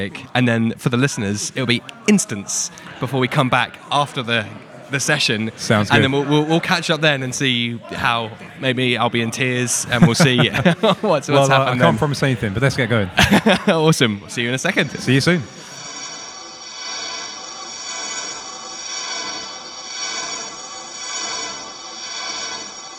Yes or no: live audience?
yes